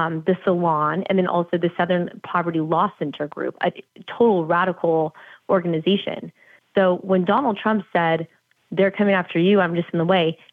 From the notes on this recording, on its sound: we take your calls in open phones across America.